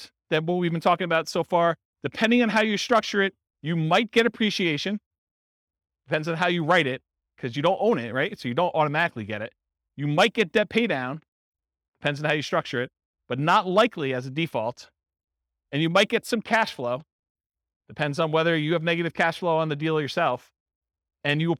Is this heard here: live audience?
yes